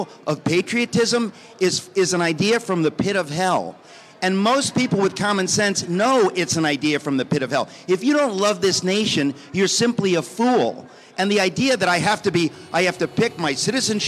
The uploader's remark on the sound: Live AMFest 2023